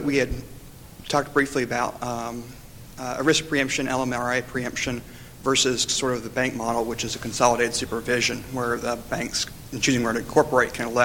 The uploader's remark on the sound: The Federalist Society's Corporations Practice Group presented this panel discussion at the 2006 Annual National Lawyers Convention on November 18, 2006.